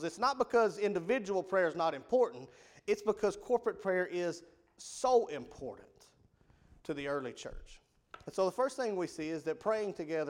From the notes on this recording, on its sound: Rocky Valley Baptist Church evening service. PM Service.